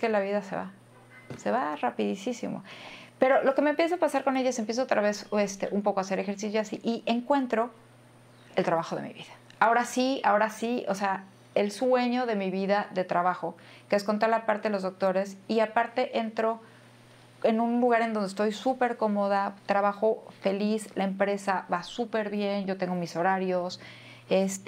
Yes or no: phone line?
no